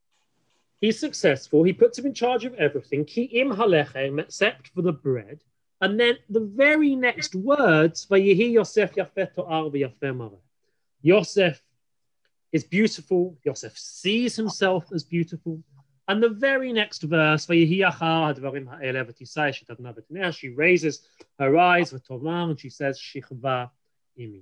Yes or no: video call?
yes